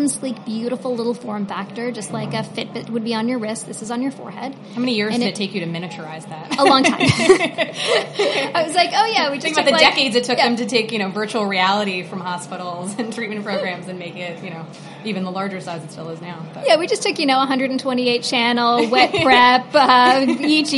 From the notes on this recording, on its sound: This week, we’re sharing another conversation from our series of interviews at the Web Summit conference earlier this year.